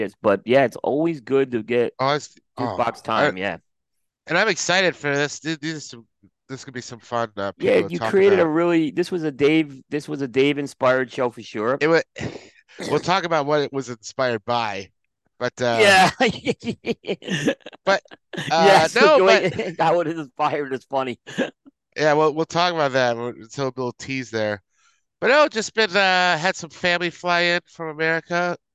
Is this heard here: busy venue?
no